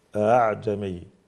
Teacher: عند حفص الهمزة الثانية بين الهمزة والألف أعجمي، وهي لا تمد حركتين، إنما أ هي بين يعني الهمزة · Term: الهمزة المسهلة